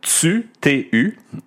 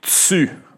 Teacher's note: en français québécois, on le prononce comme s'il y avait un S T-S-U